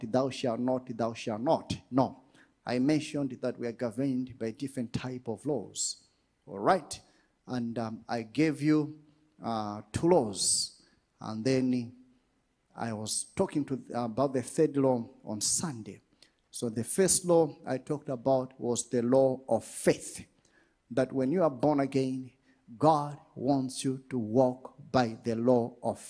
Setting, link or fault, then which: setting, large echoing room